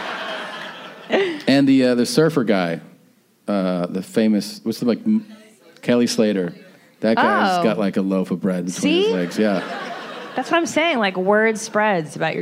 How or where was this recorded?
live audience